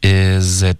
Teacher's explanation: 这个 z 和 it 连读， it 的 t 也得省略，导致一个干脆的停顿